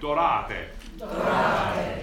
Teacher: So the R is forward and flipped.